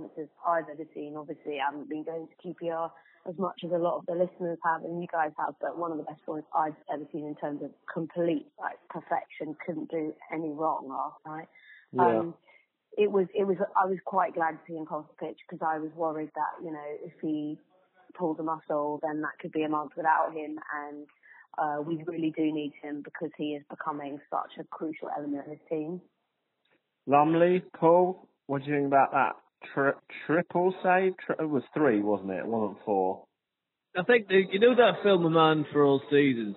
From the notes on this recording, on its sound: have a chat on the phone in this mini-podcast